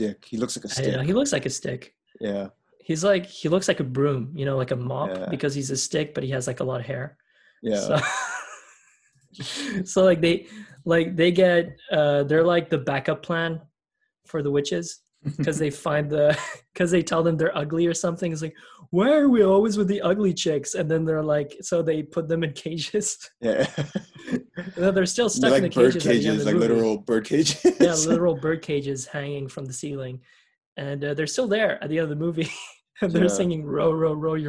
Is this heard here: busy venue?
no